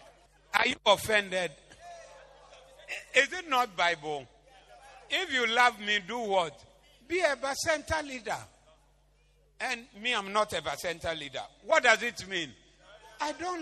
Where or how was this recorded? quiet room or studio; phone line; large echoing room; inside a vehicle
large echoing room